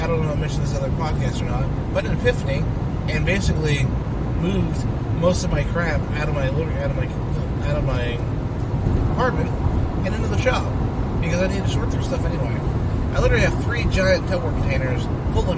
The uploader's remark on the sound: Special Car edition